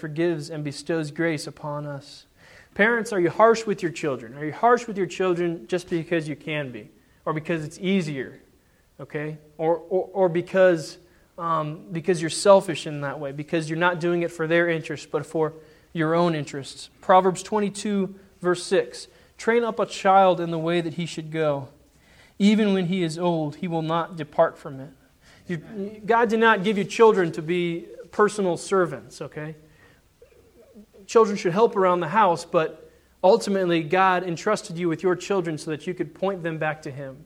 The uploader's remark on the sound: Sermon preached on Sunday, March 21, 2010 at the Church of the Good Shepherd in Glendora.